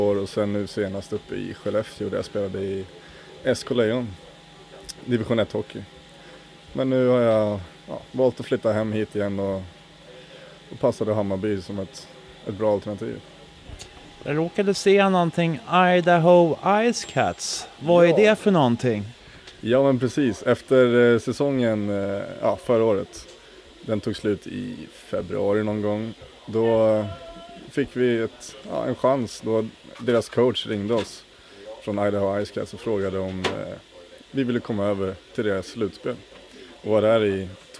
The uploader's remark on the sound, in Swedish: Jag tog micken till omklädningsrummet hos Hammarby. Det är lite stökigt ljud men hoppas ni har överseende med torkskåp, hårfönar, duschar och annat.